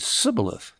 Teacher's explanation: Well, because of language differences, the Ephraimites couldn't say Shibboleth. They said Sibboleth. They couldn't say the sh sound